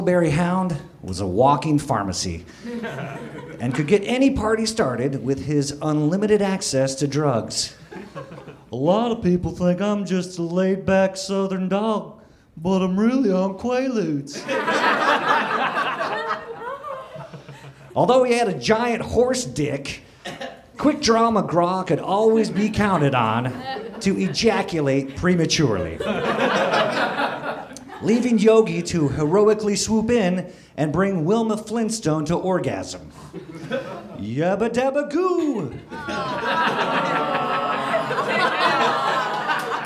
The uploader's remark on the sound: Recorded April 15, 2014, at the Nerdmelt Theater in LA.